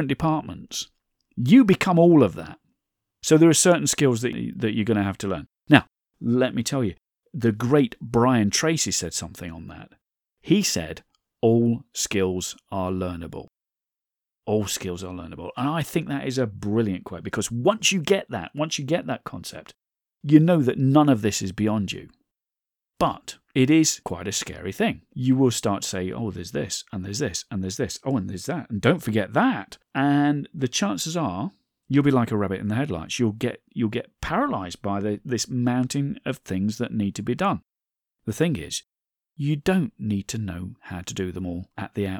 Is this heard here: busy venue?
no